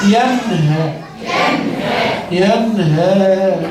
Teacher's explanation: نون ساكنة مظهرة قبل الهاء المفتوحة